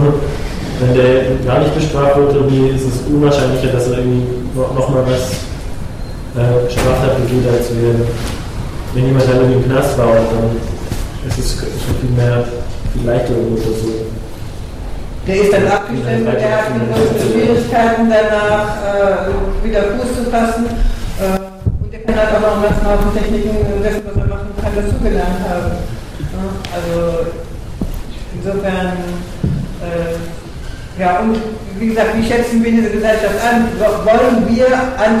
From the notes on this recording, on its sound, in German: Auf den A-tagen 09 (Hamburg). Bei diesem Beitrag handelt es sich um einen Mitschnitt des am 13.06.09 auf den A-Tagen stattgefundenen Workshops.